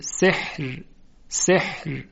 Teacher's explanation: حرف را ساکن میشه، ما قبلش هم حی ساکن هست و قبل از اون کسره، پس به این خاطر ترقیق میشه